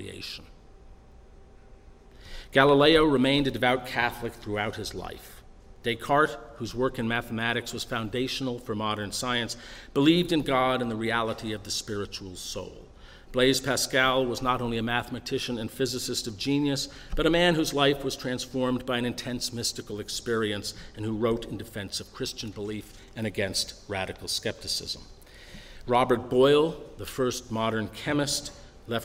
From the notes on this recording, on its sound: delivered at the University of Chicago on April 9, 2015.